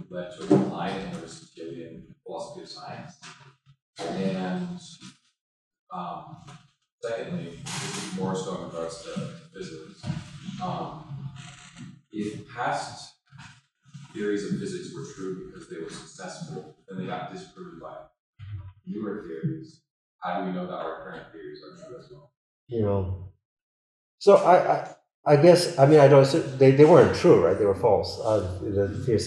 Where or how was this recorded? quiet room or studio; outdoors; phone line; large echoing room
large echoing room